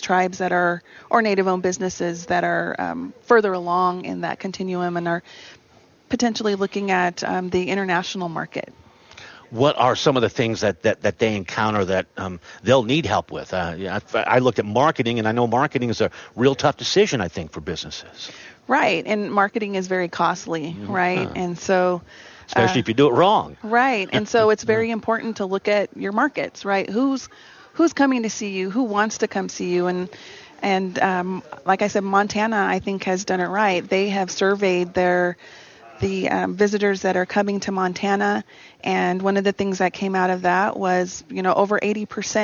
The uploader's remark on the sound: Live From the Governor’s Conference On Tourism & Recreation